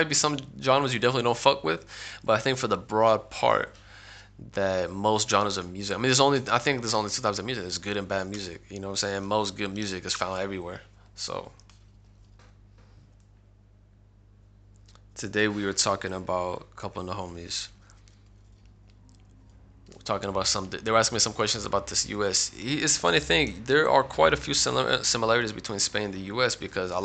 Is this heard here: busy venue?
no